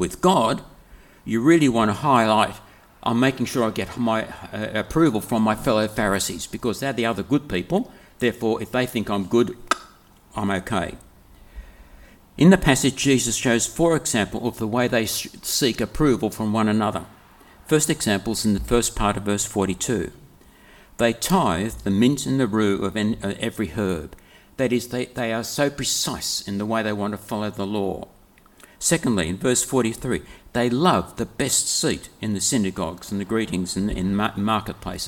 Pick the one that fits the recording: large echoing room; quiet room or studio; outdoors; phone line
large echoing room